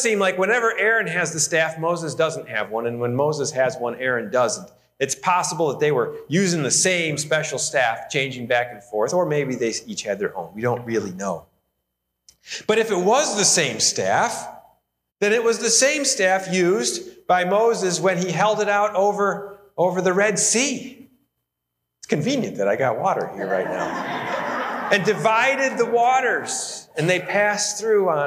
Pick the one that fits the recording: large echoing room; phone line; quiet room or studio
large echoing room